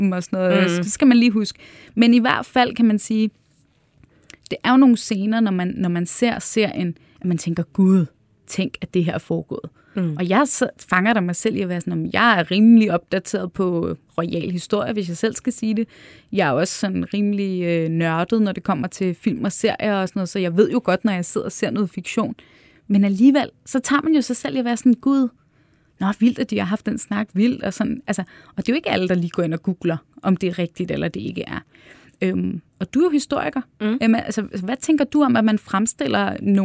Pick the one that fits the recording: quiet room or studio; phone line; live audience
quiet room or studio